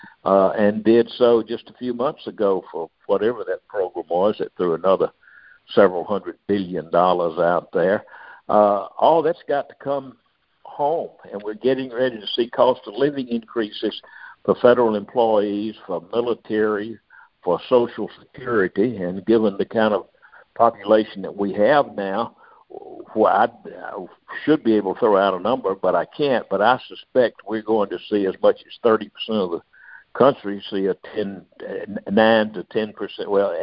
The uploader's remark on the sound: Monthly Conference Call